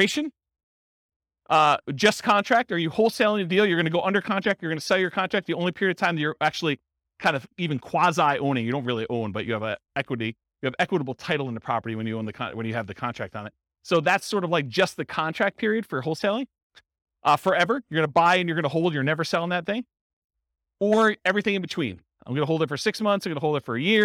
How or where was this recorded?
live audience